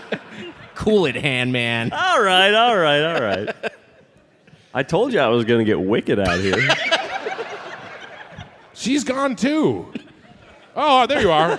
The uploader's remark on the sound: Recorded live at the Chevalier Theatre in Medford, MA on June 10, 2023.